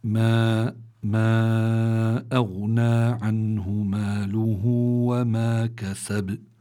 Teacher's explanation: عنه عندي نون ساكنة أتى بعدها هاء، والهاء بالنسبة للنون الساكنة من حروف الإظهار لأنها من حروف الحلق، فهون بيكون النون الساكنة حكمها الإظهار.